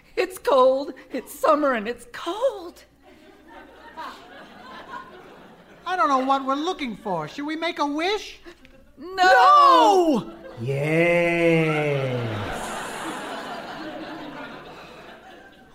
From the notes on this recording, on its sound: Recorded Live 9/10/2010 at Largo, Los Angeles.